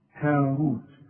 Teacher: الراء مضمومة وكل راء مضمومة مفخمة